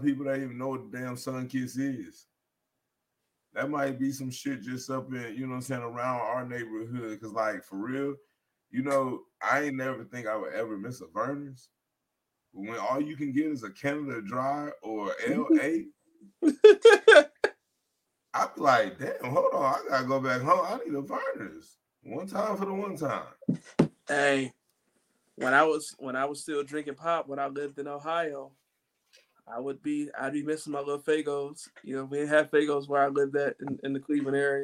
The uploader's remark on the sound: Due to technology challenges, audio may be challenged and music/sounds have not been added.